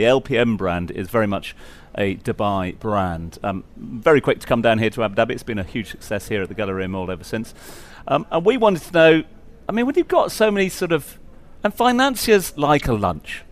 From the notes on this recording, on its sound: We’re on the road again this week - day 2 broadcasting LIVE from the Abu Dhabi Finance Week.